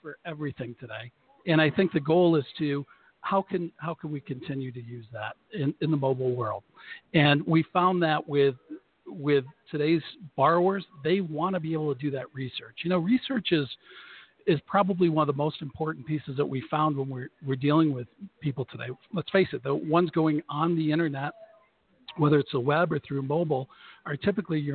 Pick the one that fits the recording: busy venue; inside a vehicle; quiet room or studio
busy venue